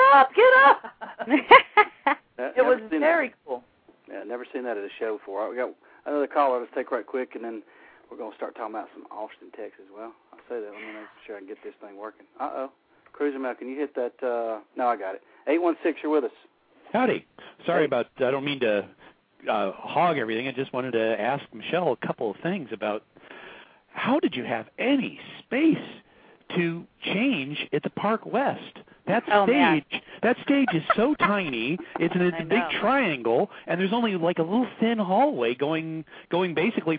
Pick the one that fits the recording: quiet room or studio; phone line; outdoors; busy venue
phone line